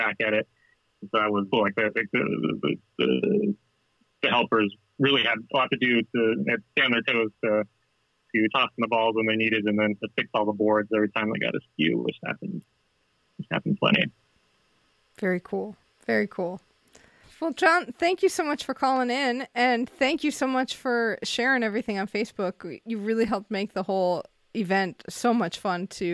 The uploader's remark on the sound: Listener Call-In. We open the phone lines to hear from our listeners.